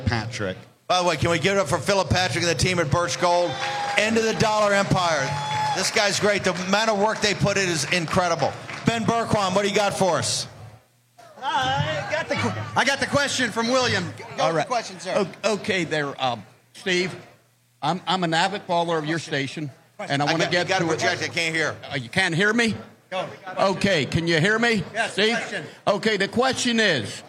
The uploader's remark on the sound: Live From CPAC